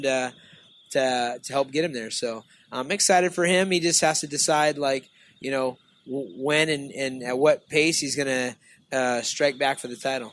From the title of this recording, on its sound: Live At Sports Fest